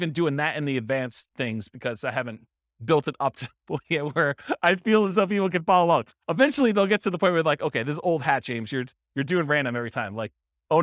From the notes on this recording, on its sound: This was a live class recorded